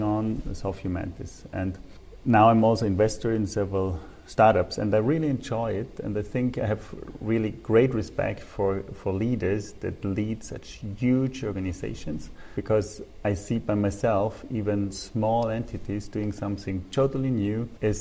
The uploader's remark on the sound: podcast episodes recorded at this year’s Global Peter Drucker Forum on management